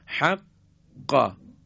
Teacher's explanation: وقتی که قاف تلفظ میشه دقت کنید حق قا، یک لحظه صوت ما قطع میشه · Term: شدت